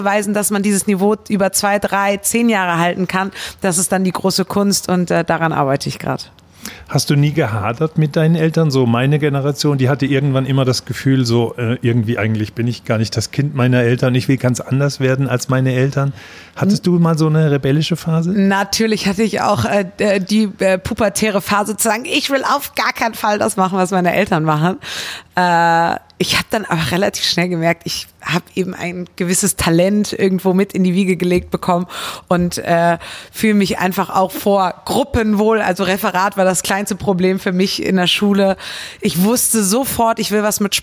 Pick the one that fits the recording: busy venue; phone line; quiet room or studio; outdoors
busy venue